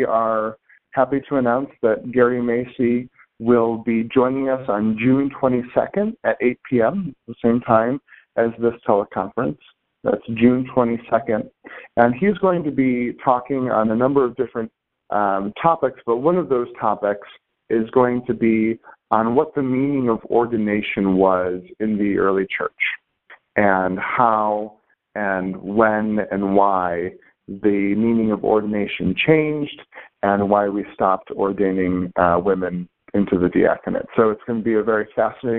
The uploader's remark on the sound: This teleconference